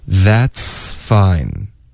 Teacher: 你得持续这个思的音，一直到 F 的音 · Term: 连读